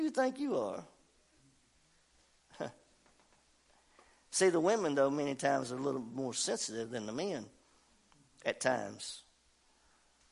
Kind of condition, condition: setting, large echoing room